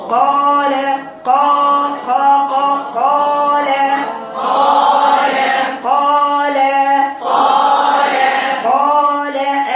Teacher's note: قال مفتوحة قال أقصى لسانك أهو برفع لفوق عشان في استعلاء في أقصى لسان